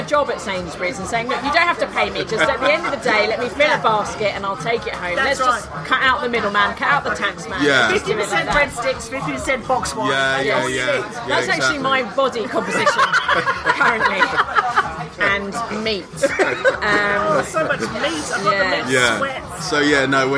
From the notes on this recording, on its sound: This episode was recorded at MEATliquor, who supplied all the food and lovely cocktails. We went to the East Dulwich branch because we're lazy.